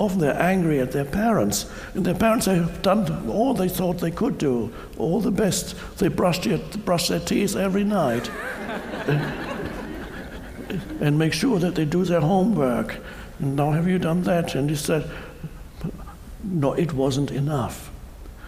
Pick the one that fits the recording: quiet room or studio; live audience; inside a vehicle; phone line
live audience